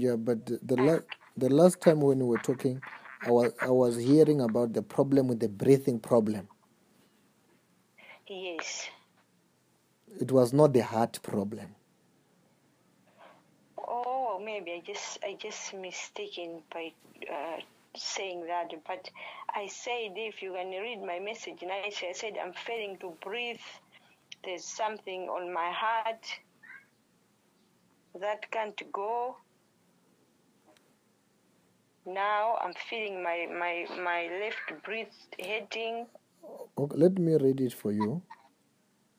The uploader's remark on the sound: Healing over the phone.